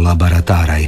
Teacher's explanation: U brzini nedovoljno zatvaranje onog o u drugom slogu, okruženom samoglasnicima a u prvom i trećem, doista može zvučati kao loše ostvareni a.